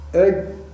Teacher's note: الوسط من اللسان تخرج منه الجيم